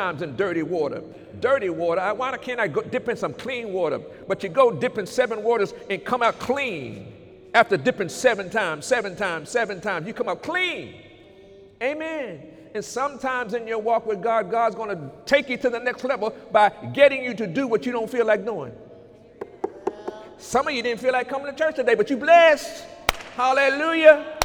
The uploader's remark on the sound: During Sunday morning service on January 20, 2018